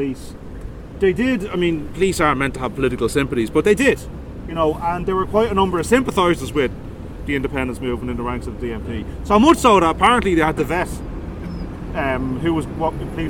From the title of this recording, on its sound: Dublin Revolutionary Walking Tour